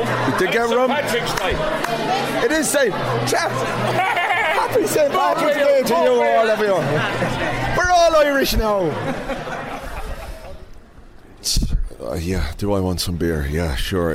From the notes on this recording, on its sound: Barcelona in Blazers. Some location recordings, vox-pops and more from the European trip. Please excuse my voice, or lack of it, it's been a long couple of days, and a man coughed on me and gave me the plague.